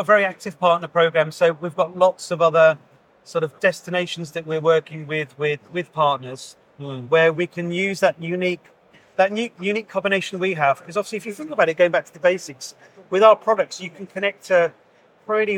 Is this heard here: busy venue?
yes